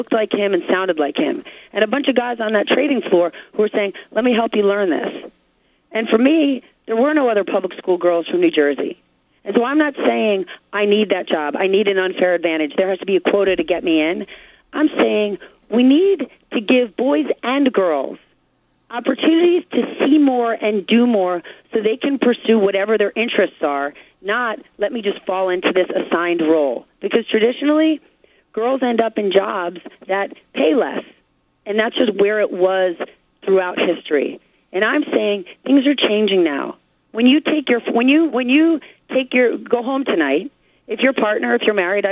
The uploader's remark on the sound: called in for a chat